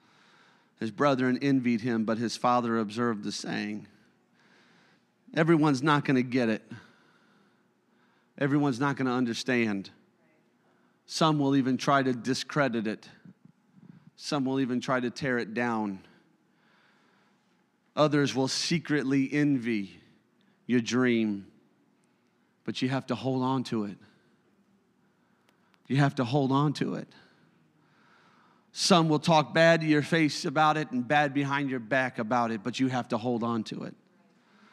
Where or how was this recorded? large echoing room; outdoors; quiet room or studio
large echoing room